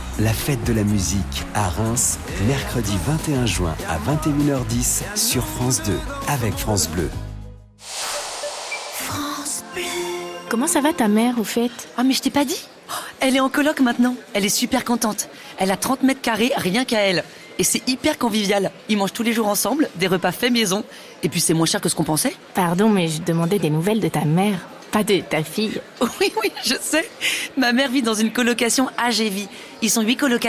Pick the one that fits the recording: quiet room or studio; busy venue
busy venue